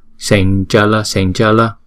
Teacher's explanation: Chữ này đứng một mình đọc là sam, nhưng mà vì theo sau là chữ chờ cho nên chúng ta phải chuyển thành chữ nhờ